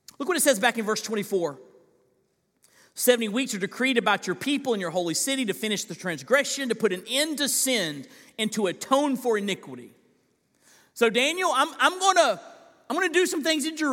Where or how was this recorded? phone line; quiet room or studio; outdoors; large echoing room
large echoing room